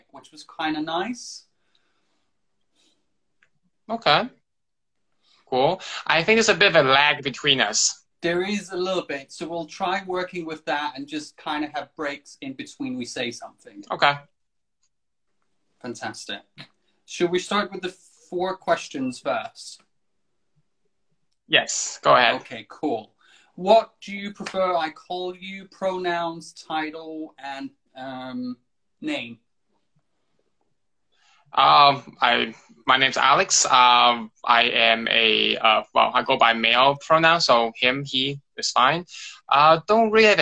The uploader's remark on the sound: Recorded on 22 August 2020 on Instagram Live